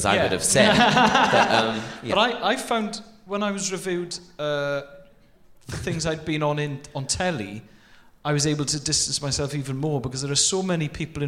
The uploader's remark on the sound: Recorded at The Shaw Theatre, London